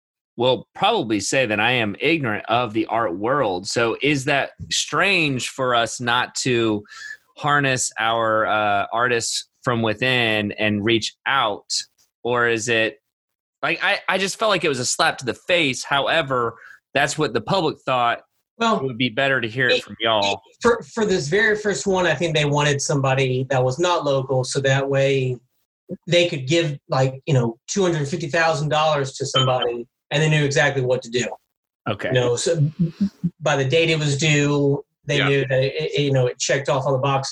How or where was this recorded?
video call